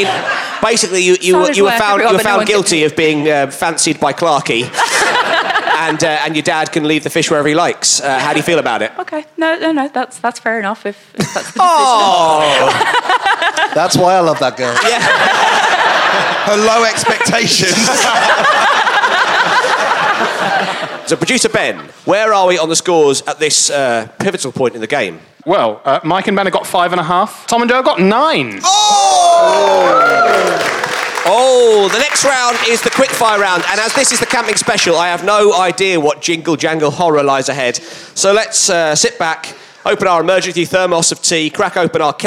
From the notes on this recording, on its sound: It's a camping special recorded at the wonderful Machynlleth Comedy Festival in May 2013.